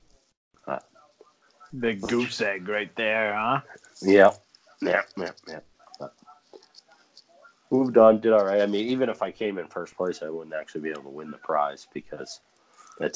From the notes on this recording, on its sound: This episode is brought to you but the way of SKYPE!